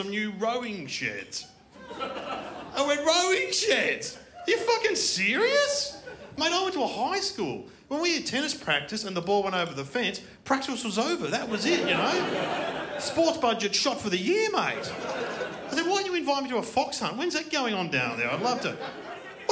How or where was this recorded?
live audience